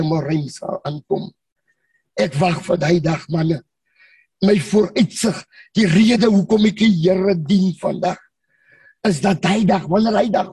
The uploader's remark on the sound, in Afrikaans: Manne van die Woord Zoom Byeenkoms 31 Mei 2022.